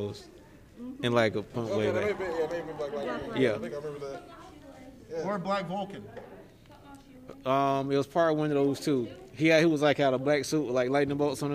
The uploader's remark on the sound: The guys are LIVE at Kami-Con 2022 in Birmingham, AL! Check out some interesting interviews from Blerds that we got to meet over the course of the weekend!